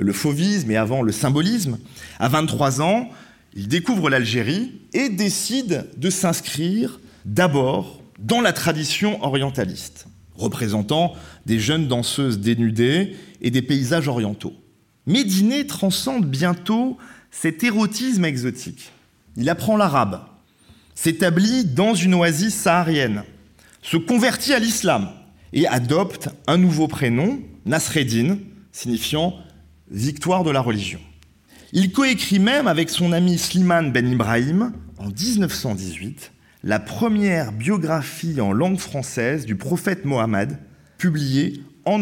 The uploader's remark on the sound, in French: A l'invitation du musée d'Orsay. Enregistrement de la conférence du 5 octobre 2021.